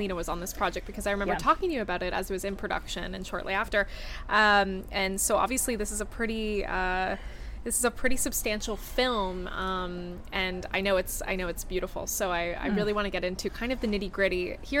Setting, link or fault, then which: setting, busy venue